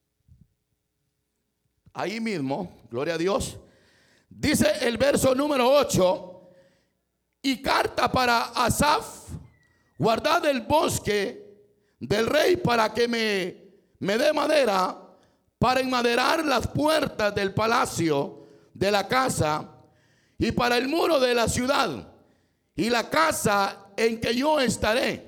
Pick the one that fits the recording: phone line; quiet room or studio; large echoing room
large echoing room